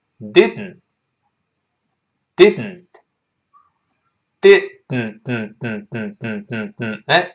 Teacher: 舌尖顶住，不再动作，爆破是从鼻腔爆破了